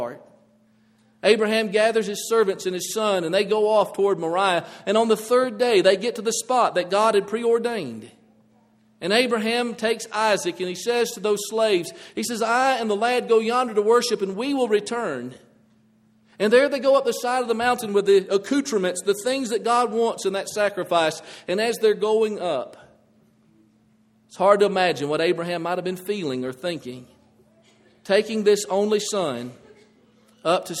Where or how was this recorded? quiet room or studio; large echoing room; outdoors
large echoing room